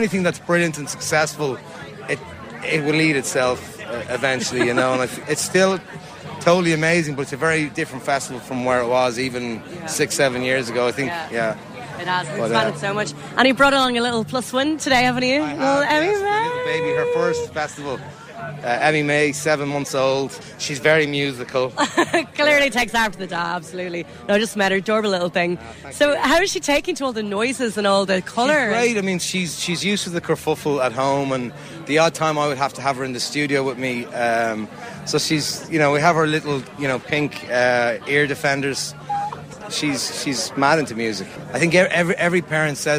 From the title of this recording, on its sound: BACKSTAGE Live at Electric Picnic